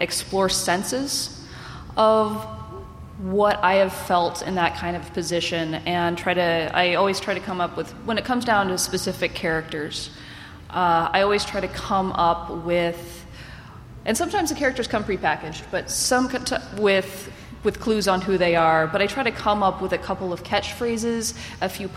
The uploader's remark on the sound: a panel from PAX West